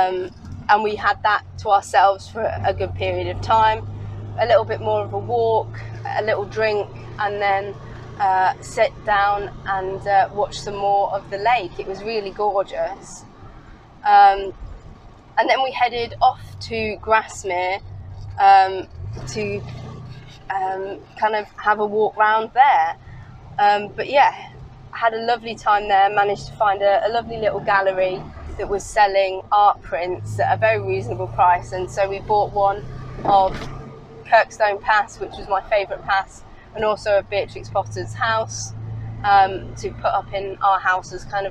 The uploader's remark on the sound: A podcast designed to fill your passenger seat with chat about classic cars, all recorded from my 1968 Morris Minor, Peggy.